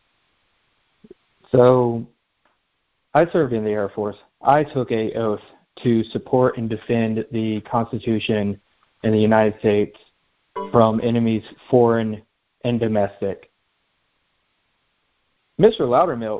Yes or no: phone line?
yes